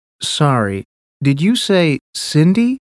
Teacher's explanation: We use rising intonation when we check information.